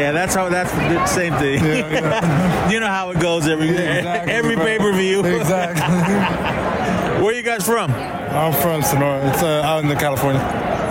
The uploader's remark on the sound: Live for Sin City, Las Vegas Nevada we bring you the TWR/ESP special report transmitting from Allegiant Stadium the new home of the sorry ass Las Vegas Raiders.